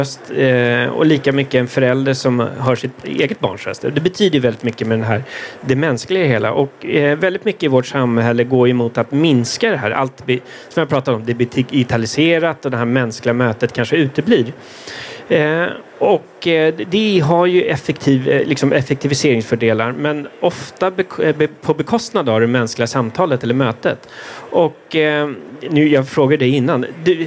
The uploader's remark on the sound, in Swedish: Live-samtal direkt från E-hälsa + MTVe mässan.